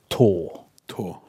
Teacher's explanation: hvis jeg da lager lukke bak tennene så får jeg tå